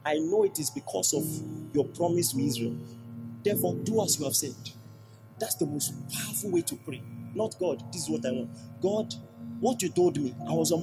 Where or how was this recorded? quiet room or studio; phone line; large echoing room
large echoing room